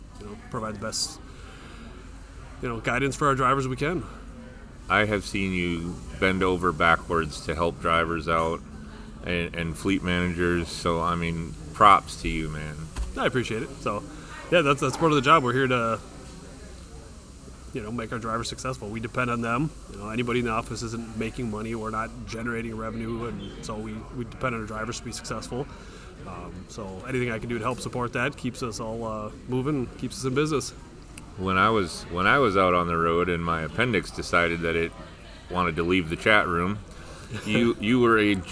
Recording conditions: busy venue